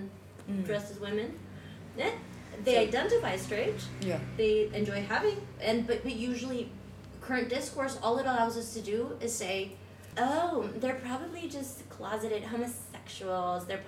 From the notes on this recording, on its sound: Live at Night of Arts and Sciences